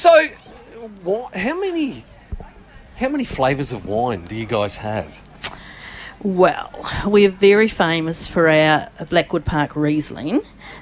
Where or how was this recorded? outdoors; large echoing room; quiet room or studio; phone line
outdoors